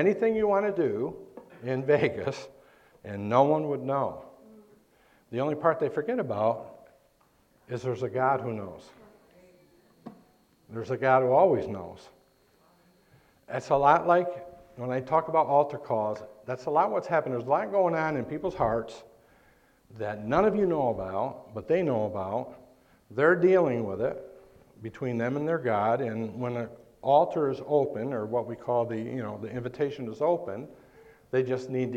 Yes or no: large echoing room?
yes